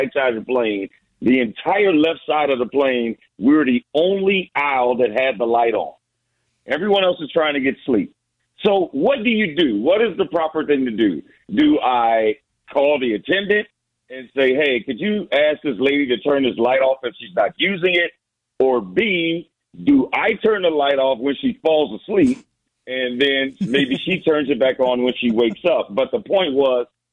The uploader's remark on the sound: Joins the program via phone because of his late flight last night.